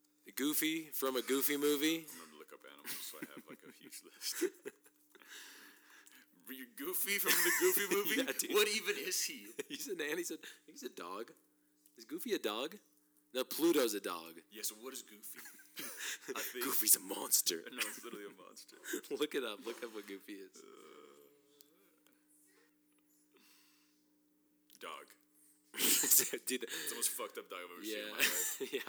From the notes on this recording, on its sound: Apologies for the sound volume !